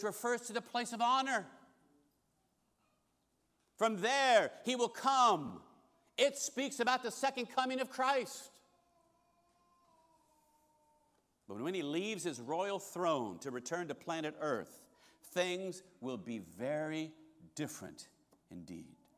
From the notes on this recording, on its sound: Recorded service from August 20, 2023.